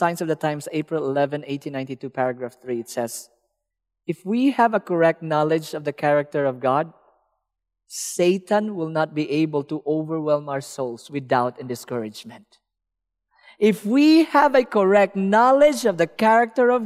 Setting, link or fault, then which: setting, live audience